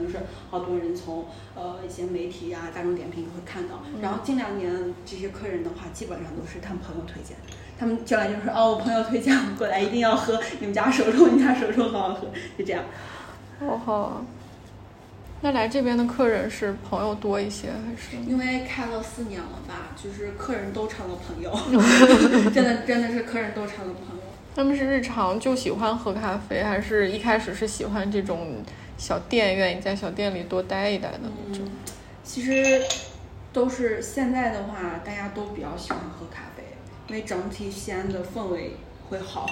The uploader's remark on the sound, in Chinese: 这期老街咖啡馆我们是在位于太阳庙门的“且停”咖啡馆录制的。咖啡店旁有一棵大大的葡萄树还有一院子猫咪朋友。